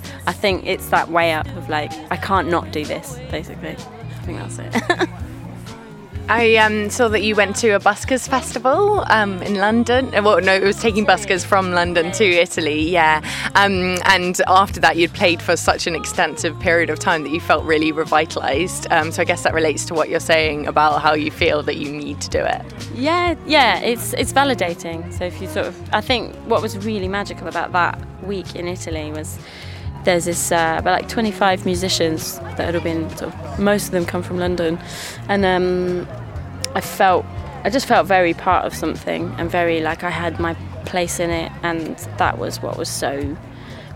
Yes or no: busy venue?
yes